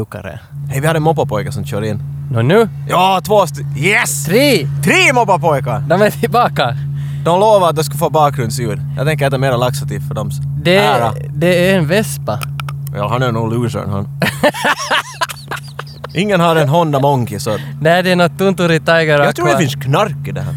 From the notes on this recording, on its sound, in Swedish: Men inte till nattgaraget under huset, utan långt ut på strandkanten. Podden är denna gång inspelad bland pöbeln ute på Råholmen i Helsingfors, och samtidigt live-streamad till våra glada följare för maximal interaktion med vildsinta actiondårar.